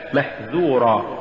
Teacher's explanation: ولولا استفال الذال لصارت ظاء